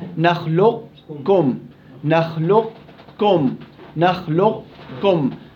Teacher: الإضغام الناقص تذهب ذات القاف وتبقى صفة القاف ألا وهي الاستعلاء